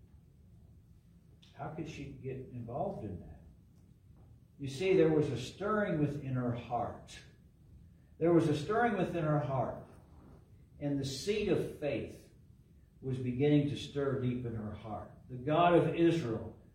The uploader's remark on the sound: LIVE from Calvary